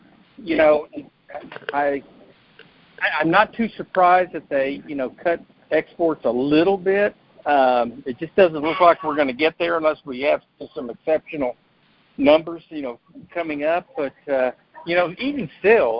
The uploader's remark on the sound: Monthly Cotton Conference Call.